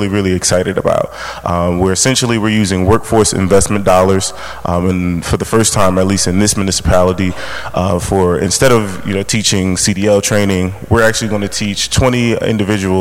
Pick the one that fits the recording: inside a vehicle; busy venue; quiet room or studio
busy venue